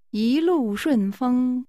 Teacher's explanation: This is pronounced with a rising tone, 2 falling tones, and a high level tone.